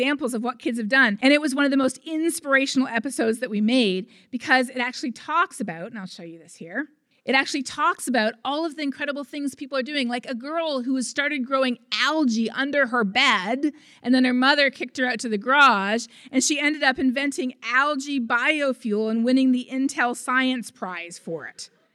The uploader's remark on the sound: RECORDED: Wednesday, September 11th, 2019 at the Wendy Williamson Auditoroum. RECORDED: Wednesday, September 11th, 2019 at the Wendy Williamson Auditoroum. Features local lectures and forums recorded at public events taking place in Southcentral Alaska.